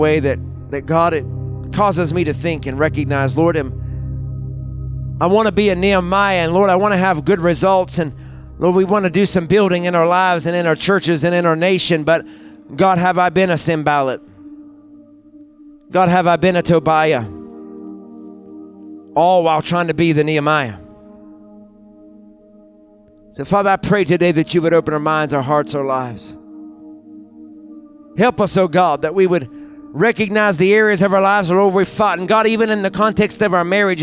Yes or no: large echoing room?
yes